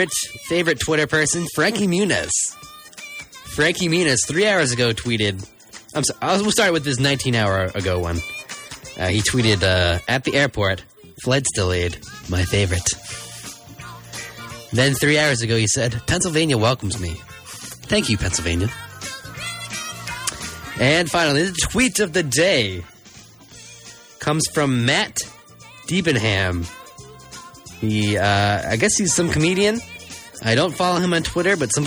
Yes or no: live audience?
no